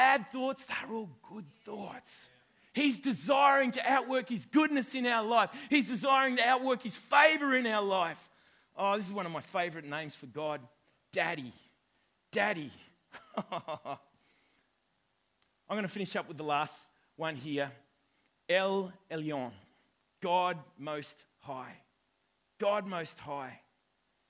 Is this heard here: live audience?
yes